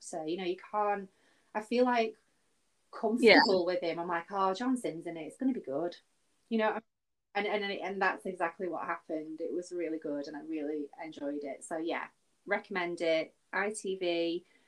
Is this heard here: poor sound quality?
yes